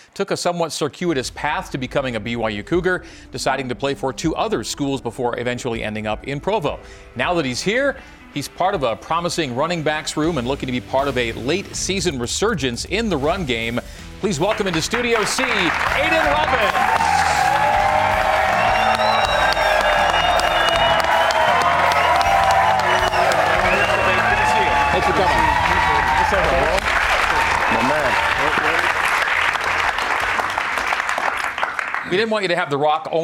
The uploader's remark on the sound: A live audience in Studio C.